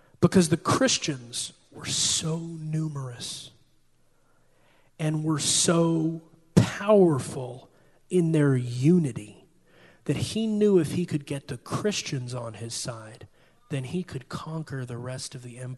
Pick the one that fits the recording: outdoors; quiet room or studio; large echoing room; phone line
large echoing room